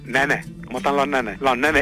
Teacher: es una apertura de vocálica, no aspiración, sino nenes.